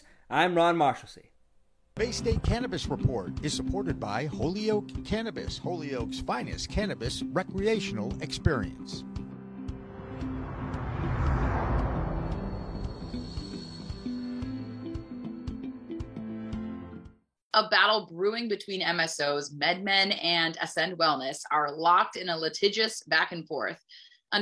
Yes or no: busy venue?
no